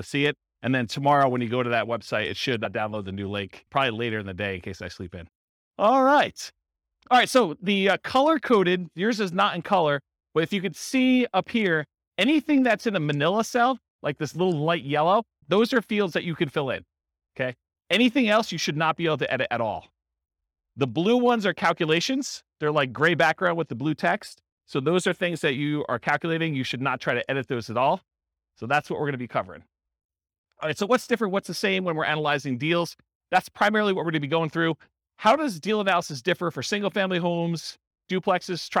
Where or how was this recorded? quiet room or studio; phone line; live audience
live audience